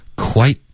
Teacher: quite 结尾的 t 会省略 quite,然后后面呢 tasty,特的音会浊化成一个的。所以你会发现就是这里面有几个特的音，我们有一二三四个五个。五个特的音呢，四个要么省略要么浊化了。OK，美式的发音特别不喜欢特的音，只保留了一个 tasty 开头的这个特，一个字开头的特就不能改了。嗯，啊，剩下的呢我们就会省略或者浊化。OK，所以整个句子就是、I thought it was quite tasty.